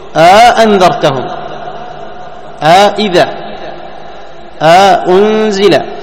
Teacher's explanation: منهم من يدخل ألف بين الهمزتين لأنهم يستثقلون يعني تقارن الهمزتين فيدخلون الألف الفاصلة يسمونها ألف الفصل ويسمونها ألف الإدخال علماء اللغة وعلماء القراءة، ألف الفصل أو ألف الإدخال، تمام؟